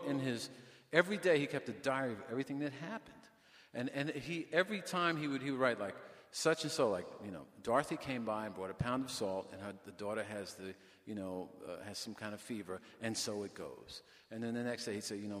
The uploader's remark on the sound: LIVE from the NYPL.